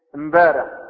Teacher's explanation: يعني الميم الساكنة بدل اللام الساكنة في أل · Term: يطمطم